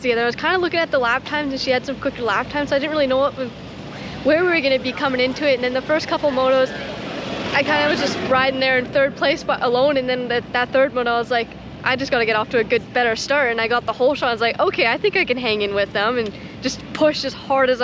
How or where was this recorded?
outdoors